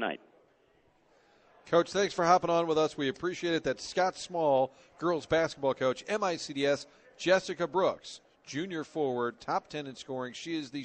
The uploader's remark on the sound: broadcasting live from the STL Golf Expo